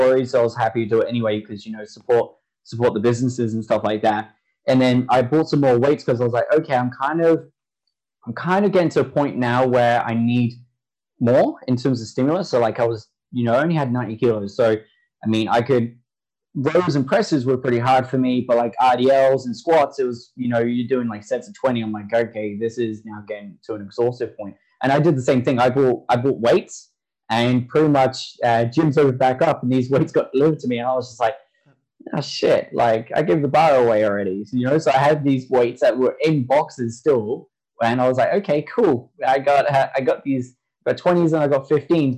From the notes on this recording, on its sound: Apologies for low audio quality, Zoom wasn't the best.